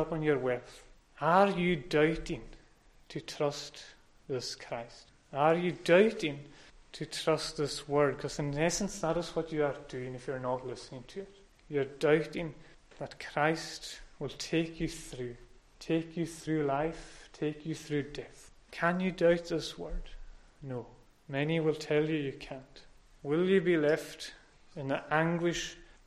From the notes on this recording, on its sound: Sunday Evening Service recorded at North Harris Free Church on 10th October 2021.